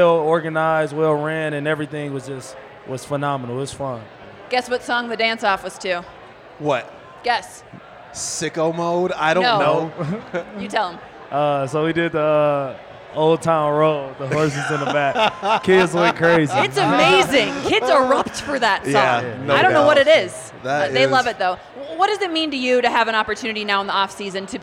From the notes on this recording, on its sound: In a very special LIVE recorded edition of the 24K Podcast. At the Cherry Cricket in downtown Denver.